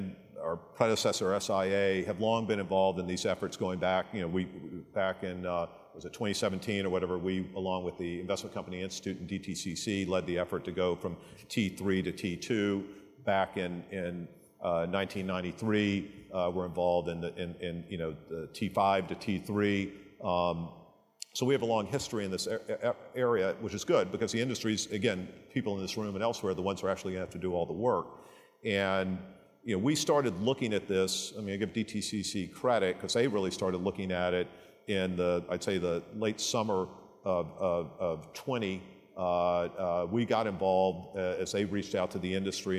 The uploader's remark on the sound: A Conversation from SIFMA Ops. Discussion at the 2022 Operations Conference & Exhibition.